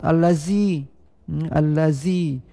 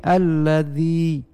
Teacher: ada tersentuh ujung lidah secara pengucapannya dengan sentuhan ujung lidah dengan gigi atas pada bagian belakangnya · Shown in: second take · Term: zal